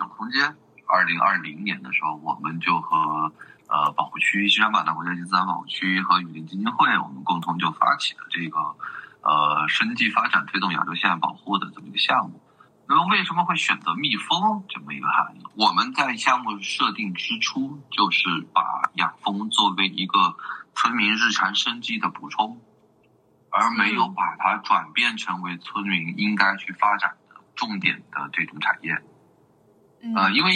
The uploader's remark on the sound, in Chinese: 由于三位聊天的人散落在中华大地的不同城市，因此本期的录制在线上完成，音质有所损失。